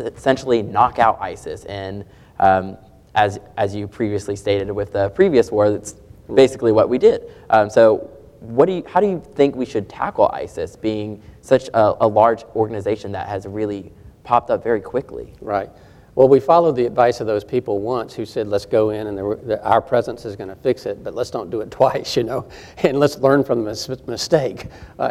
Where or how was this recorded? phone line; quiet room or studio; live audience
live audience